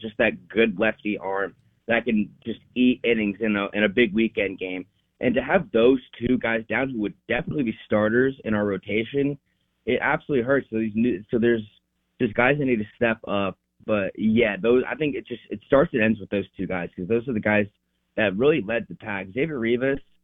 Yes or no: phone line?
yes